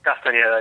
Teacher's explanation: the D is pronounced like it has a TH, like a the. · The N is basically pronounced like it has a Y after it.